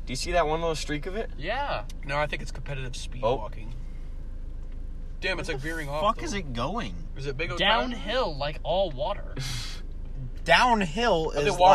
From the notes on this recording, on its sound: an incredible talk in the car